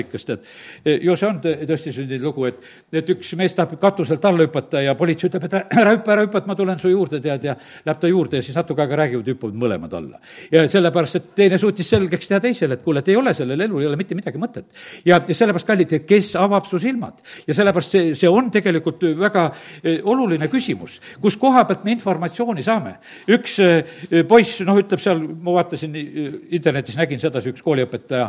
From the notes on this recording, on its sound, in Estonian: Audio salvestus koosolekult